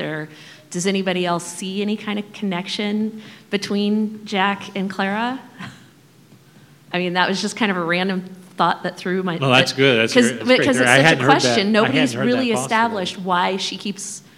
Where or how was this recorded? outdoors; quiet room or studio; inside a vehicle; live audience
live audience